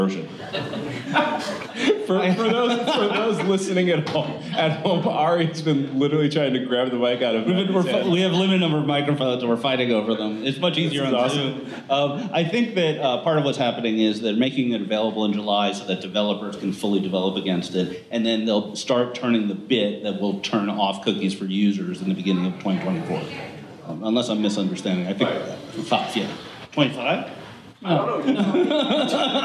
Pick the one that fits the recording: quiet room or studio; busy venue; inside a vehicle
busy venue